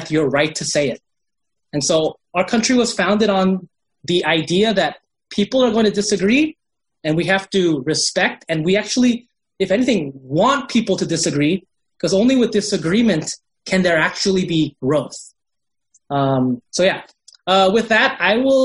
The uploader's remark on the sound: These weekly sessions are a held through a Zoom meeting for the discussion time.